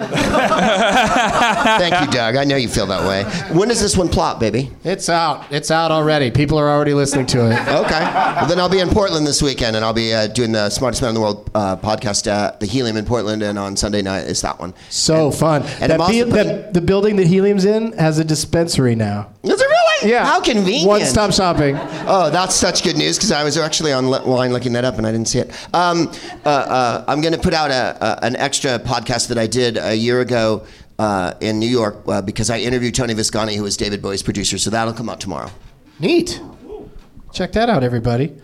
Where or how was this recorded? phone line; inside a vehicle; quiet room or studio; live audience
live audience